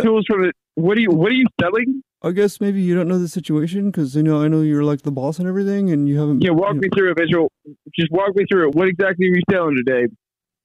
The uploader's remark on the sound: Our listeners set-up a friend or family member to wake up with The Jubal Show, phone prank style.